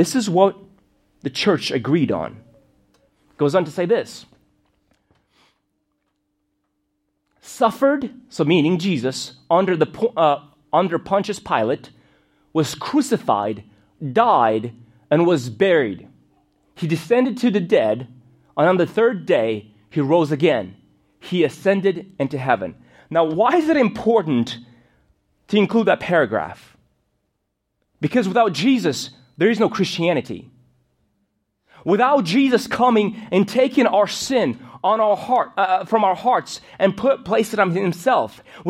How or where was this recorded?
large echoing room